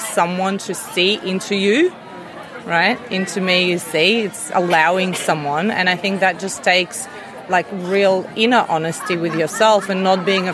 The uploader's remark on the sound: the LIVE recordings from The Summer of Love festival